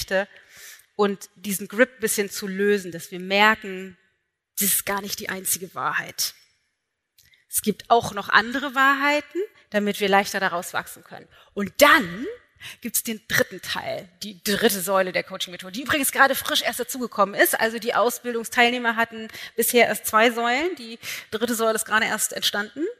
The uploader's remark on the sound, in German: Live-Aufnahme vom Into Being Event. Einen Live-Mitschnitt vom Into Being Event vom letzten Wochenende! Dort habe ich den knapp 200 Teilnehmern am Anfang die 3 Schlüssel (oder Säulen) meiner Into Being Coaching-Methode erklärt.